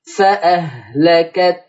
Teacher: أبرز وأبين حرف التاء، ثم أبرز وأبين حرف الهاء، الهاء الحلقية وما فيها من همس ورخاوة. فأهلكت هكذا.